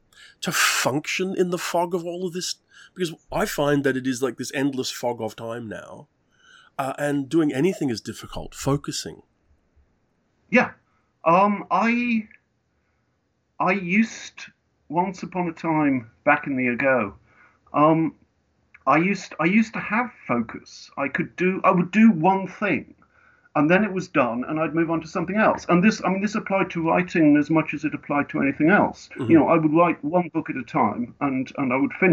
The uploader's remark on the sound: fires up Skype